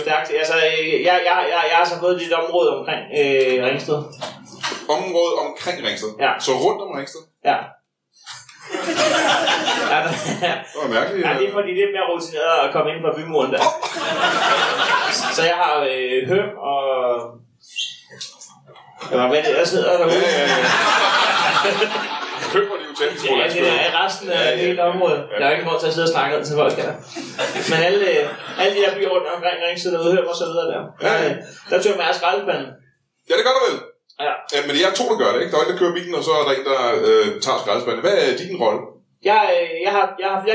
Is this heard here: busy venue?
yes